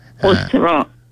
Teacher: Khusr. Getar di hujung. Dia getar sikit. Dia jangan bunyi rock gitu.